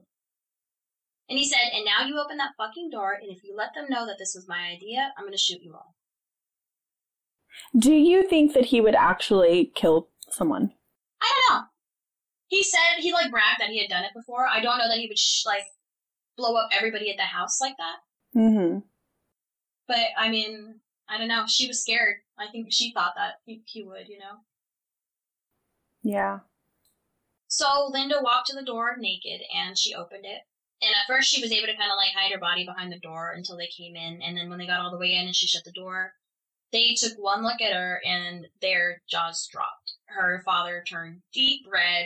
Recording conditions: poor sound quality